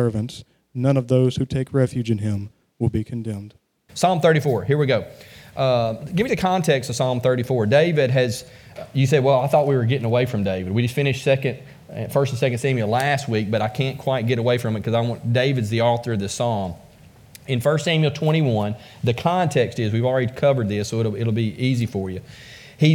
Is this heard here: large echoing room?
yes